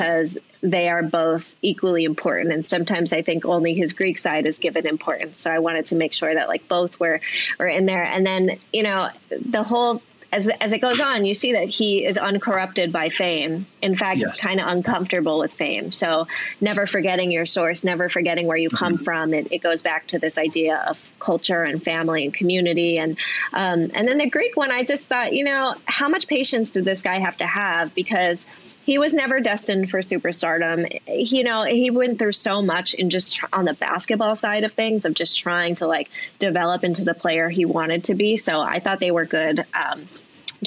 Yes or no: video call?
yes